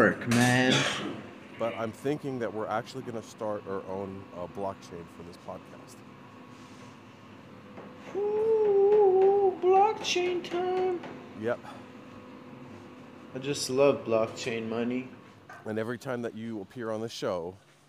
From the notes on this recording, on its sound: Today we go on a super cold walk